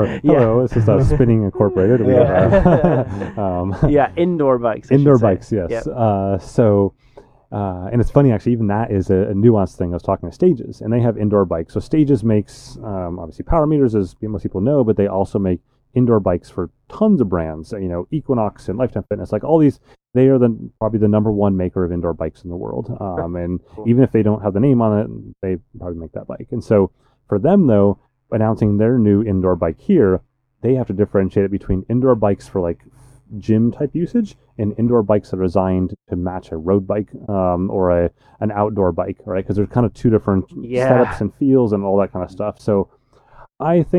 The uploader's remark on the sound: Episode 219 of the Ask a Cycling Coach Podcast is live from Eurobike!